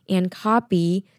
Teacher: copy 这个字可以做上扬跟强调，稍微一点点就好